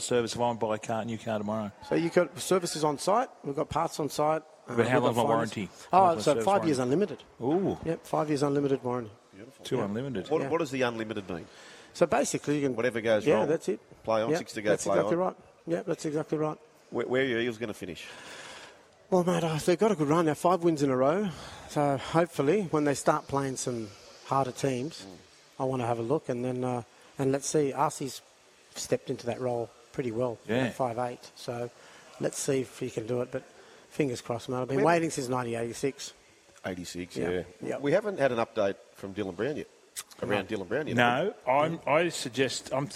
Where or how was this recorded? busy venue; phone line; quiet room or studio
busy venue